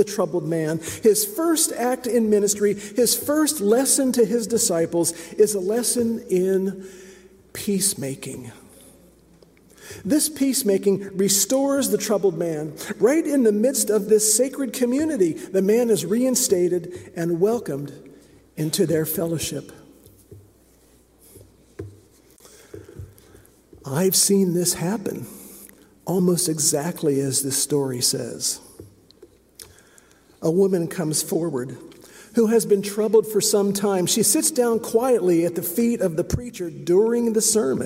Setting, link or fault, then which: setting, large echoing room